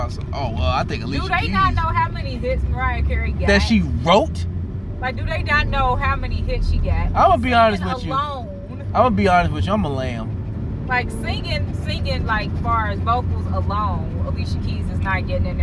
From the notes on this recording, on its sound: We talk nonsense in the car while Marley the dog freaks out in the back seat.